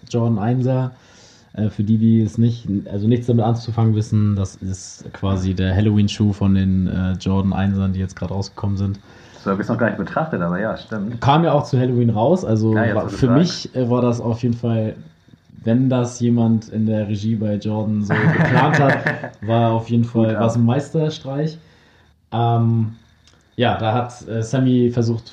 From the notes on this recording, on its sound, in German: Wir sind weiterhin dran, den Sound zu optimieren.